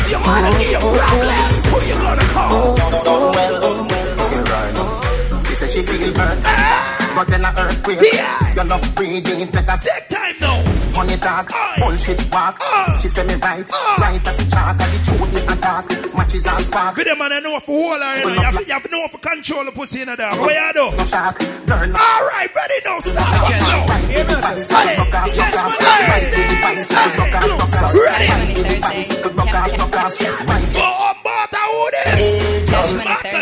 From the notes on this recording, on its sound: Live from Cash Money Thursday Portmore Jamaica.